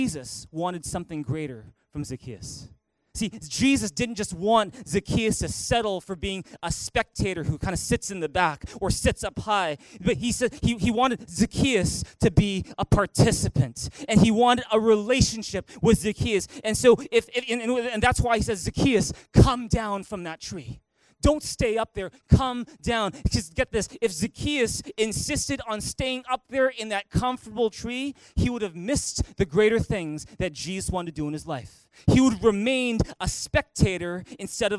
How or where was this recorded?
large echoing room